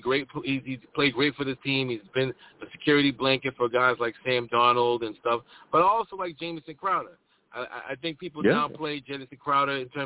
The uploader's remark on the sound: I also take live callers!